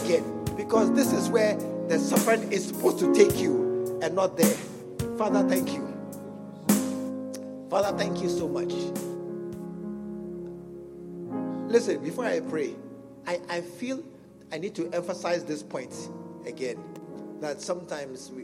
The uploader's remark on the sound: at the SAT Service, True Vine Cathedral, Bantama